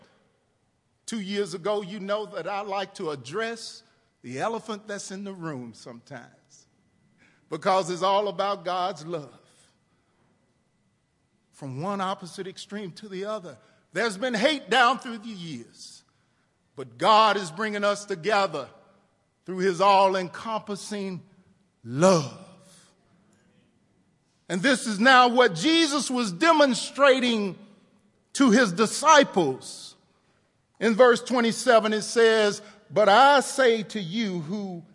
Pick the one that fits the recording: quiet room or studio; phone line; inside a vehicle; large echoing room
large echoing room